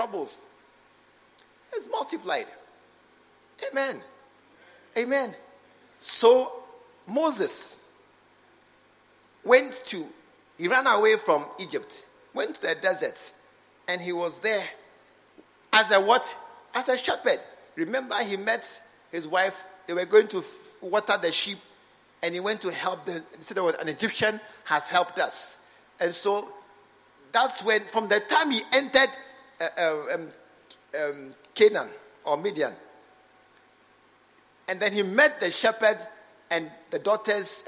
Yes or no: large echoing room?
yes